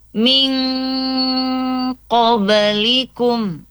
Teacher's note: Nun mati bertemu dengan huruf qaf, ya. Jadi dibaca samar, ya, bersiap menyebut huruf qaf. Jadi min qablikum. · Term: ikhfa hakiki